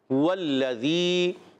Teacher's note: بغیر کھینچے ادا کریں گے واو کو لام سے ملائیں گے واو کی ادائیگی ہوتی ہے ہونٹوں کی گولائے سے · ذال کی ادائیگی ہوتی ہے زبان کا سرا اوپر کے دانتوں کے کناروں سے